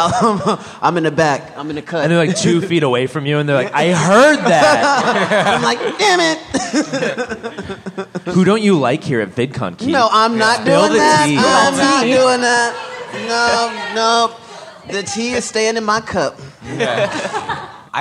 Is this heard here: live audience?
yes